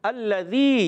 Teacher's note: اور لام زبر والا ہے، مشدد بھی ہے، ذرا رک کر ادا کریں گے، لام کی زبر کو کھینچنا نہیں